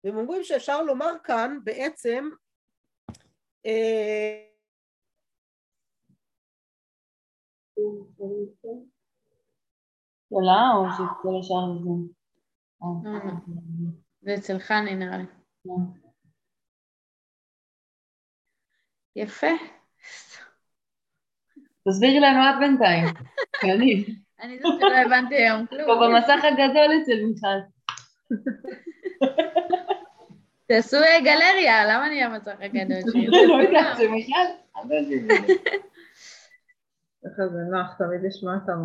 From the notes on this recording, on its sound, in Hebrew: השיעור הועבר והוקלט בזום.